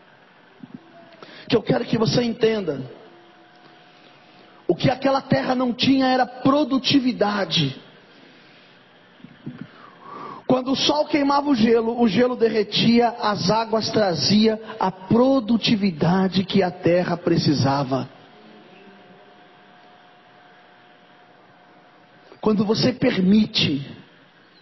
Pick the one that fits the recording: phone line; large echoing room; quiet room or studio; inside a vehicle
large echoing room